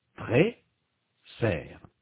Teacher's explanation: La voyelle de la première syllabe est différente de la voyelle de la deuxième syllabe. La voyelle de la première syllabe est fermée. La langue est plus haute et donc l'espace intérieur de la bouche est plus petit. La voyelle de la deuxième syllabe est ouverte. · Term: voyelle fermée